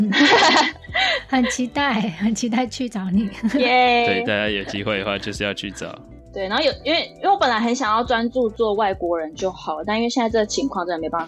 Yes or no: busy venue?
no